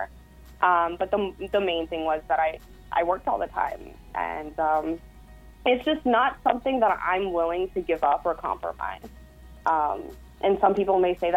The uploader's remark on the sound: joined on the phone